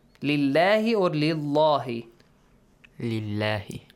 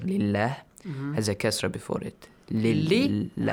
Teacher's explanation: whenever a kasra comes before this lam, the word will be pronounced lightly. I mean the lam will be pronounced lightly.